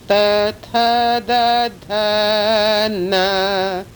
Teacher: Dentals, tongue on the teeth.